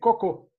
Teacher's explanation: But the emphasis, the stress, is the last syllable. So you should say coco.